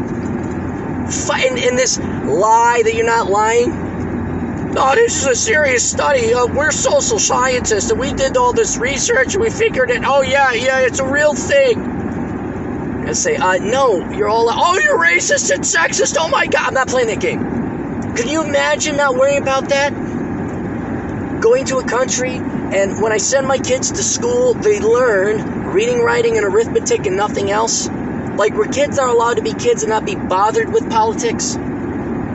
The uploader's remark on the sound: Records while driving to rural Minnesota for one last final time before he moves to South Dakota.